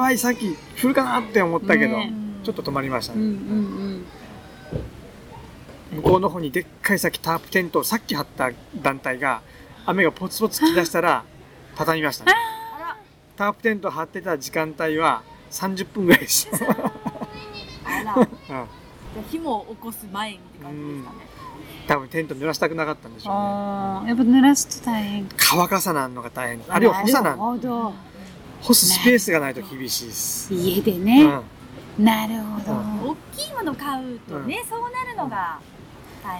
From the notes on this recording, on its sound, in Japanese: メンバーでBBQ（バーベキュー）をしてきました。今回はBBQ時に野外で収録し。